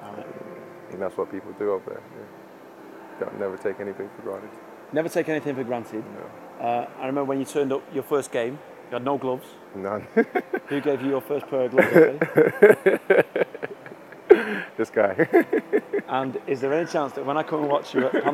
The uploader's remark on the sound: Live from Wembley. The Fumble is being recorded right outside Wembley Stadium, right where the NFL tailgate will be next week and fans are filing past to go and watch Spurs v Barcelona in the Champions League.